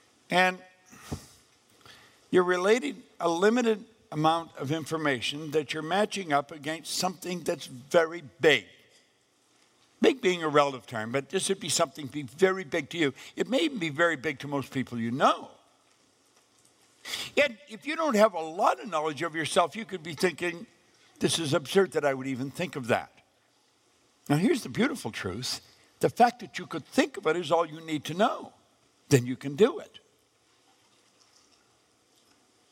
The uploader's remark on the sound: live event at The Art of Goal Creation